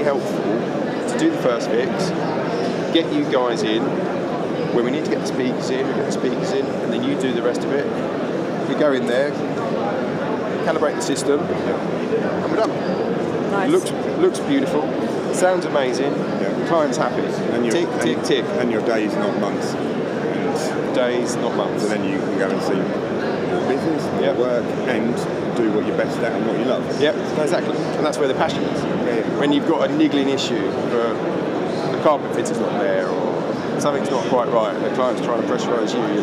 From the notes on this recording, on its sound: Recorded live from the ISE annual conference in Barcelona.